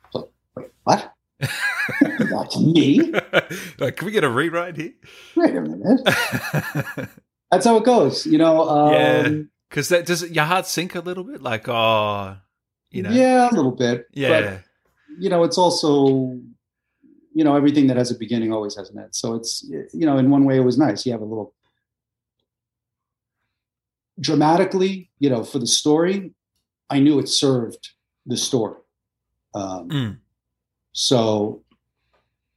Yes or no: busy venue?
no